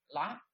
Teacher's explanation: Còn L mà có chấm dưới thì cái lưỡi nó đánh vào cái nóc họng, cuốn cái lưỡi lên và đánh nó vào cái nóc họng.